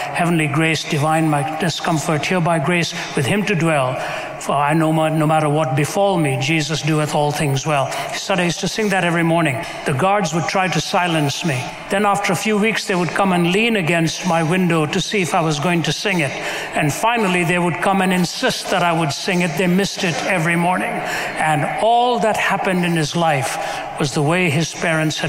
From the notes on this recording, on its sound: A Q&amp;A session at Yale University. Yale Open Forum Q&A.